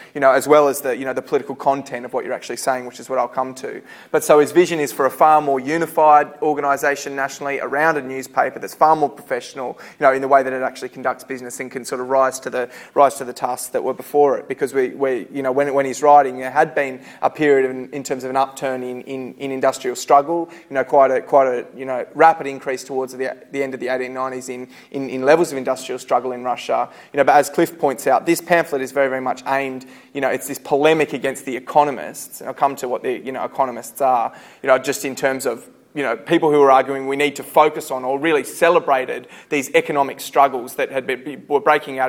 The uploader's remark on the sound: Recorded at a Solidarity meeting in Sydney, September 2012.